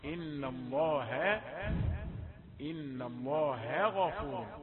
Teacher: إن الله الهاء رقيقة قبل أن تأتي للغين المفخمة